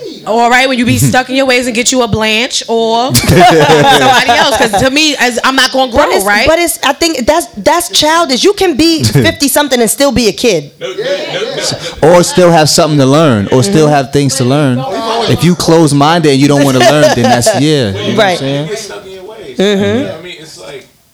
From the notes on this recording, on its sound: The Live Episode